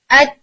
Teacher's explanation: پھر اسی طرح سے جب آپ بولتے ہیں ات تو تصادم جو ہے وہ ٹپ آف ٹنگ اور گم لائن کا ہوتا ہے